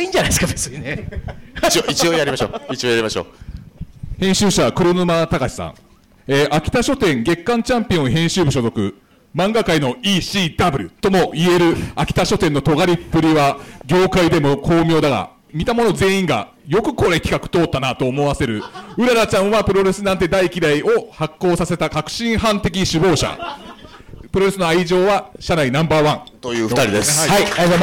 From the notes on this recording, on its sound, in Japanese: カテプロ公開収録が無事開催されました！